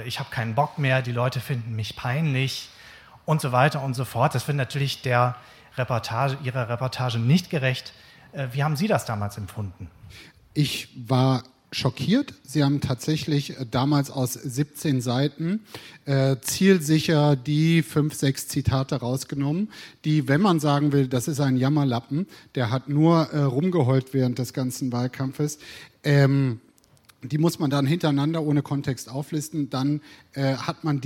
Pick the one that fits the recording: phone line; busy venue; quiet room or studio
busy venue